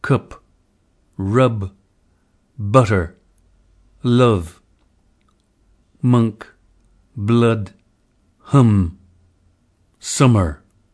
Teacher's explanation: Number six, the strut lexical set. Crystal suggests that the close mid back unrounded vowel U captures the likely quality of this vowel.